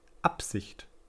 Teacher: Dadurch, dass das Ab so stark betont wird, bekommt das Sicht weniger Gewicht. Auch wenn es alleine wieder sehr stark betont wird.